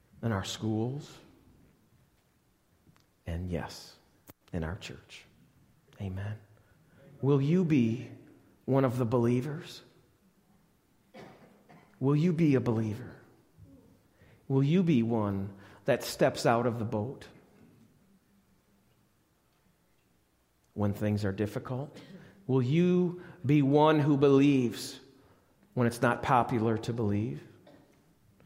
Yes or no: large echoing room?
yes